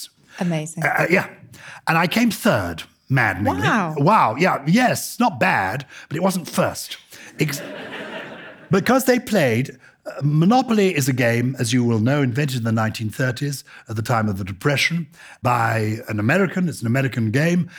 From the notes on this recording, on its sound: Today’s show was recorded live at the Fortune Theatre in London.